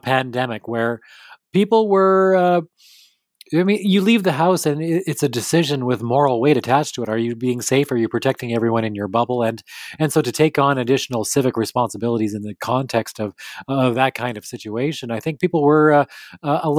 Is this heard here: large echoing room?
no